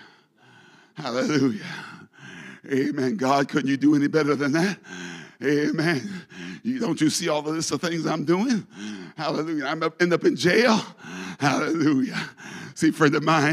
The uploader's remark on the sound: a service recording from Connect Point UPC